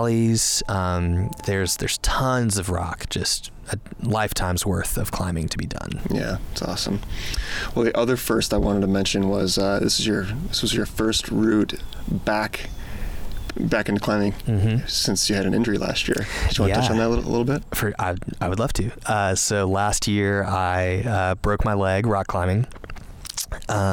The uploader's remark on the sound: Access Fund Annual Conference. Recording on location: Castle Rock.